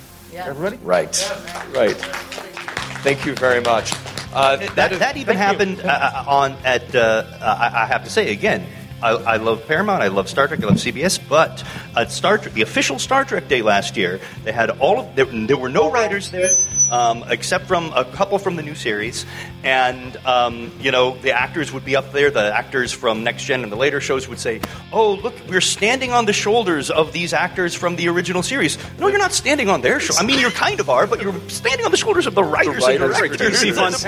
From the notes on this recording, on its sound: Recorded live at the Creation "56 Year Mission" Convention in Las Vegas.